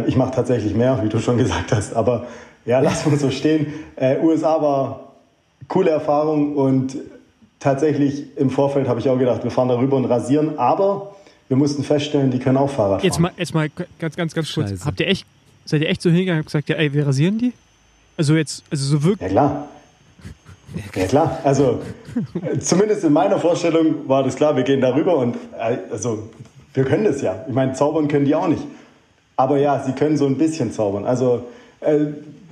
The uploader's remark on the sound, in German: LIVE Podcast bei den Deutschen Meisterschaften!